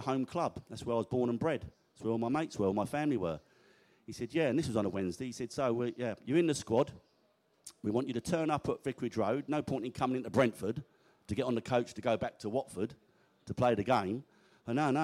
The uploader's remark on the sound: Q&A At The Beesotted Social in the Pub